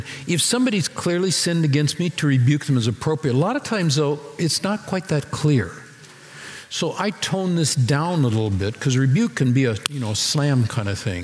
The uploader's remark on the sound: Recorded Live at Capital Church in Meridian, Idaho